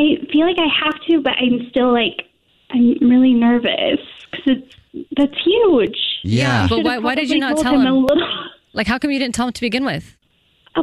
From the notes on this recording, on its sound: There's someone on the phone